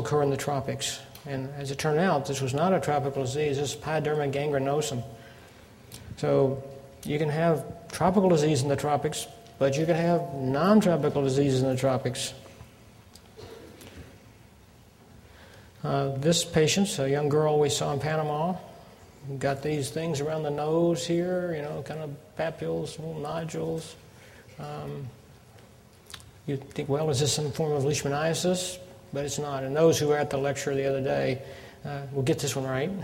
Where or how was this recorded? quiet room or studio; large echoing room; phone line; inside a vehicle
large echoing room